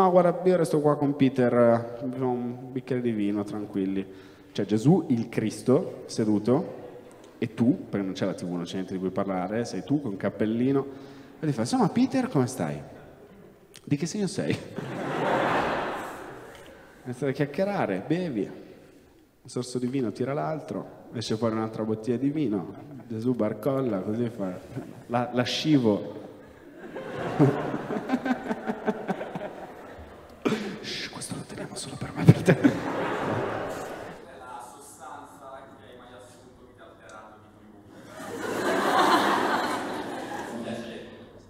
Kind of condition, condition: setting, live audience